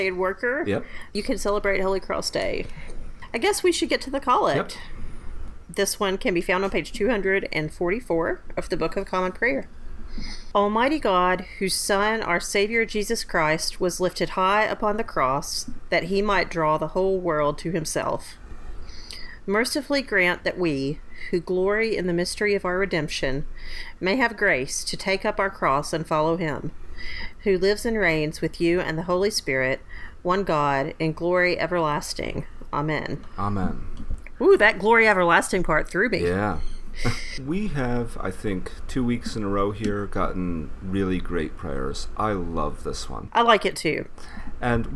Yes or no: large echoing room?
no